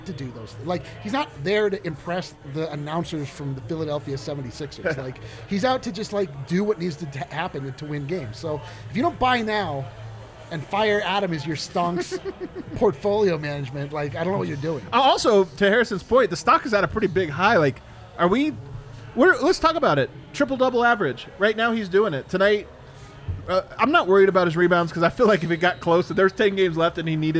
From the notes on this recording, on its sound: Live from the Winner's Lounge.